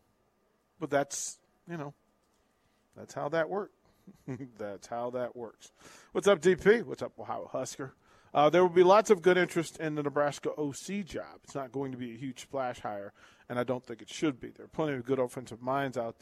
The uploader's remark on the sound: Live from Wingstop - 28th & Pine Lake